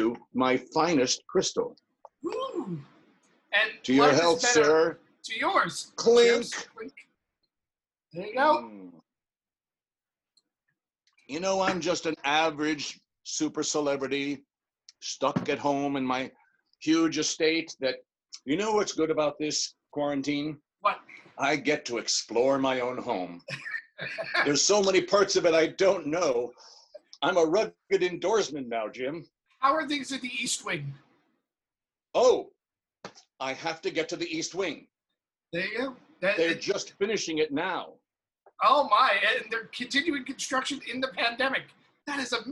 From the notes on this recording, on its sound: He dropped into the Zoom room